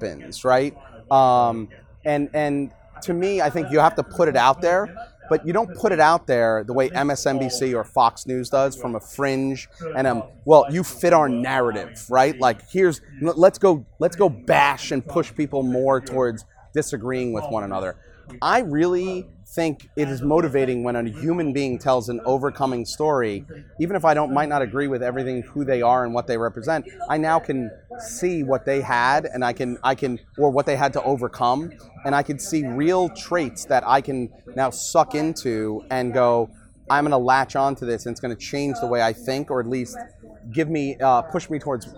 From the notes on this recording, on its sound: He joined Digiday for a live podcast at the Cannes Lions festival.